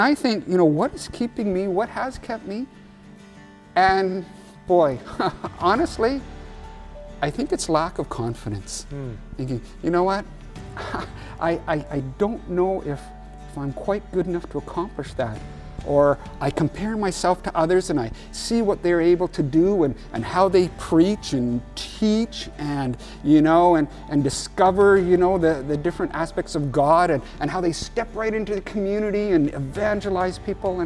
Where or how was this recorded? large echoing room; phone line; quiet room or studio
large echoing room